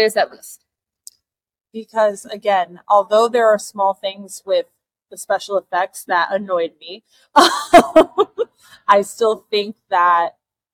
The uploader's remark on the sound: We are reporting to you from one square in a new magical location, so please excuse any random sounds you may hear.